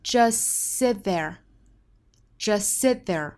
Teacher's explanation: Just 后面这个 t 略掉之后呢，因为 just 里面本身有一个 s， sit there 这个 sit 又是 s 打手，所以我们发现是两个相同的辅音相遇了。这个时候我们同样其实只发一个，把这一个辅音呢拖得稍微长一点， just sit there.